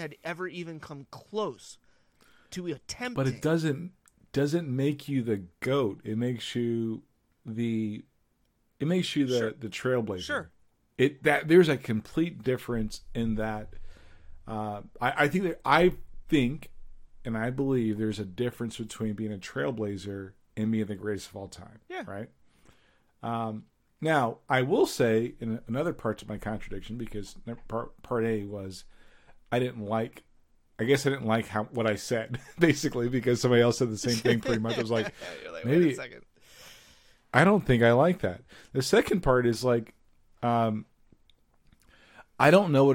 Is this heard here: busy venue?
no